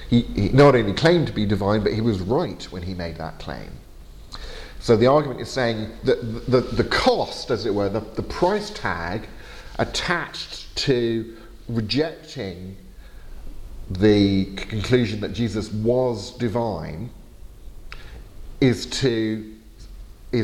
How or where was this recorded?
large echoing room